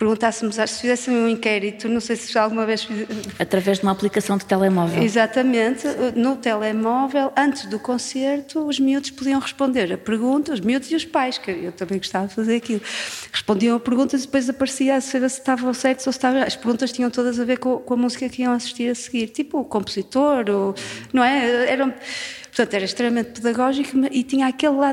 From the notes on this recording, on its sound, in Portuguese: Ao vivo. Gravado no Coliseu Porto Ageas. A dado momento, o microfone da apresentadora ficou sem pilhas.